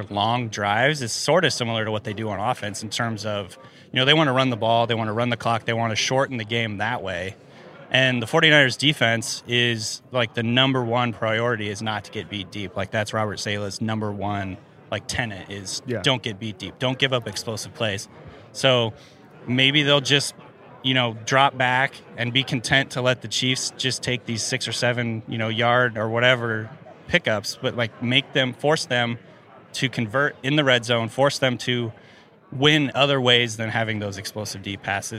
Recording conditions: busy venue